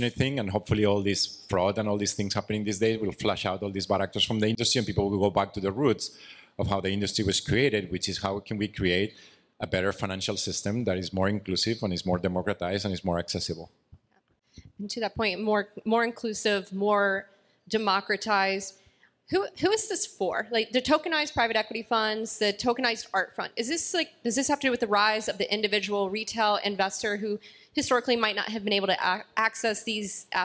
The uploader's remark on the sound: This episode is a recording of a panel from Art Basel. Hosted by Securitize.